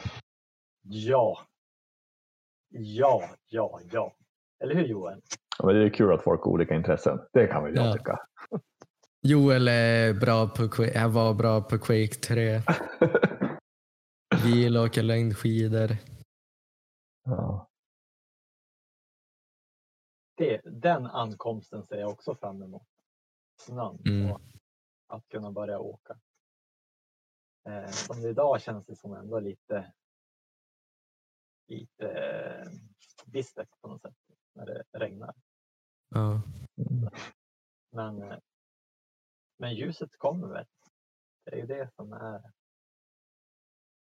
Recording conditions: poor sound quality